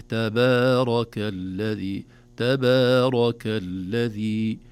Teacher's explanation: باء، وكذلك التاء قد نقول تبارك، الصحيح تبارك الذي، تبارك الذي، نخلص الباء بمدها والتاء قبلها من تفخيم تأثر بالراء، بالراء نعم المفخمة التي بعدها